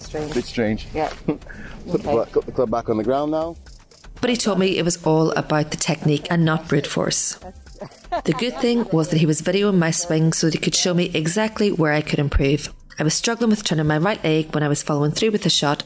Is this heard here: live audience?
no